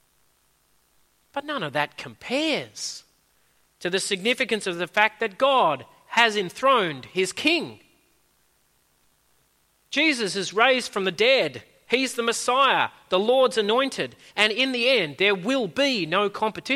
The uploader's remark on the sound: At a Church in the Graveyard service